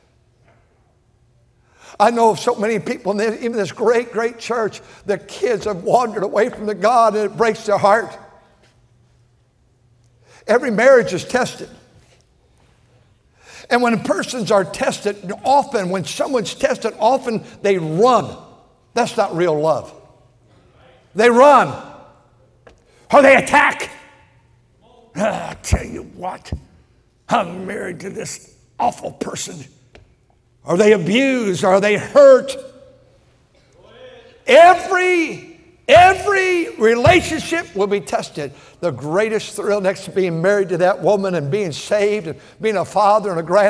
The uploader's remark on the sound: at North Valley Baptist Church in Santa Clara, California, during the Sunday Morning service on February 11, 2024.